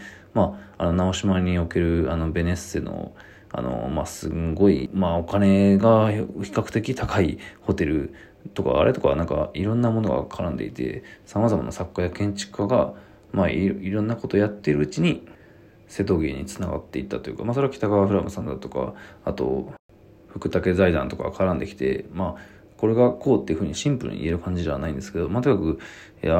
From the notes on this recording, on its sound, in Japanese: ボイスメモです。